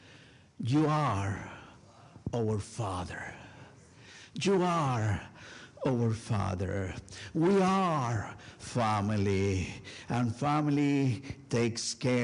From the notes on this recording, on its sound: A special recorded live service on December 3, 2023. Join First United Methodist Church of Pacoima for a special recorded live service. We are located at 12550 Van Nuys Blvd.